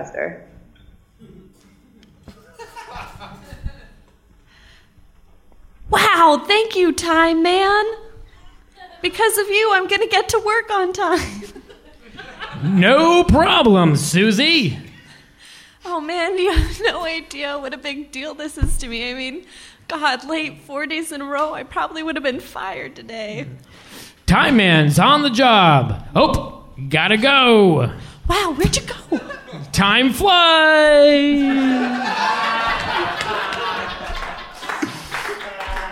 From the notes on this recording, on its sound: Improv comedy on stage live in Portland.